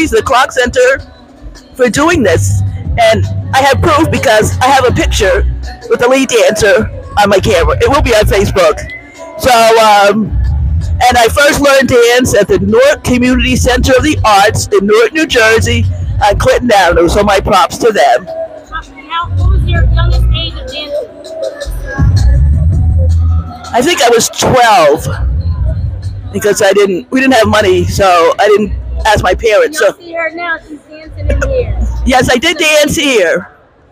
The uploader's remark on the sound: The Dancers Report Podcast goes LIVE at Alvin Ailey 's MOVEMENT WORKSHOP. LIVE On SPOT interview.